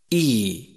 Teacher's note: يخرج حرف الياء غير المدي من وسط اللسان مع ما يحاذيه من الحنك الأعلى